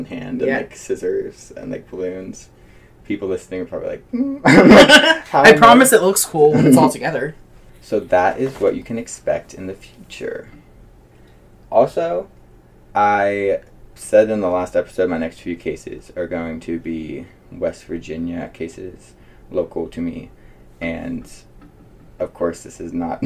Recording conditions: poor microphone